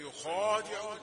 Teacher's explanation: هي خاء مفخمة وبعدها ألف درجة أولى